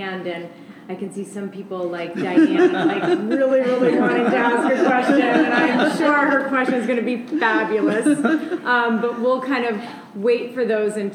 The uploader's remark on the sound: a panel discussion live from the San Diego Pain Summit in San Diego, California.